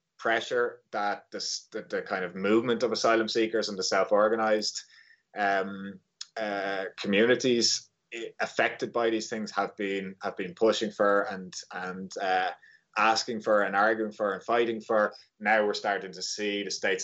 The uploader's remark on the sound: We will be speaking with our guests, one or several at a time, via Skype, and will try to have brief, informative, and non-draining calls within 20-30 minutes.